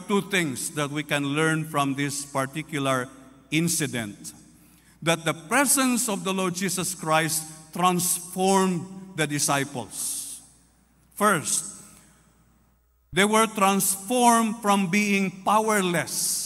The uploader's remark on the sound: This podcast was recorded live last April 9, 2023 at Zamboanga City Alliance Evangelical Church.